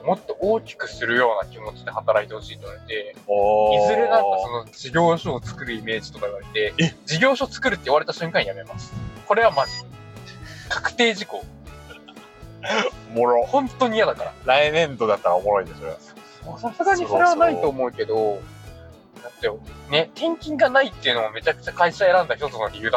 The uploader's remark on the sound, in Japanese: 音質最悪！ドライブラジオ